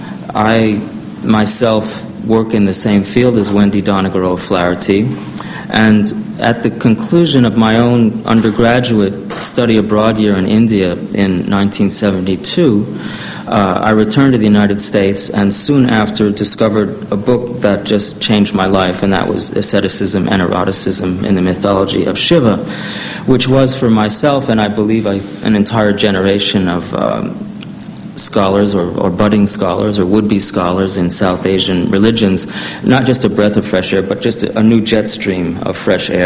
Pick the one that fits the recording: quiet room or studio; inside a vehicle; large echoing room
large echoing room